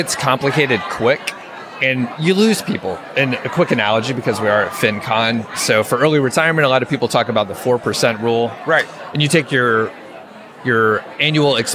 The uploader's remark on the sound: Live at FinCon